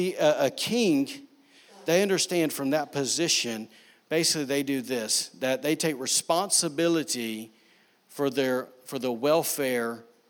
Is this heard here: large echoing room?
yes